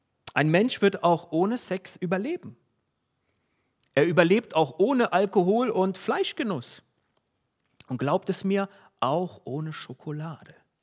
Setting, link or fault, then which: setting, large echoing room